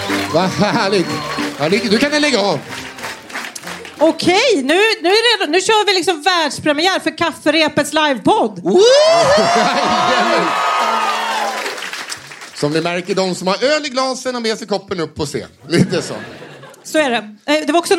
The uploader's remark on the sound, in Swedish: Live på Scala